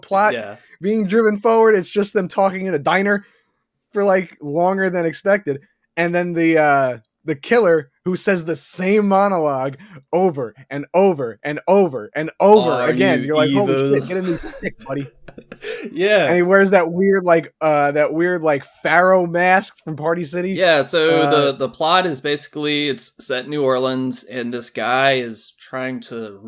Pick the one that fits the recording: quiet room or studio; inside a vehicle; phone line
quiet room or studio